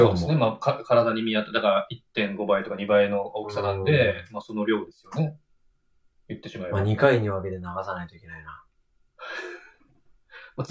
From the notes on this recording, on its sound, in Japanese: 録音を失敗してしまい音質が激悪です。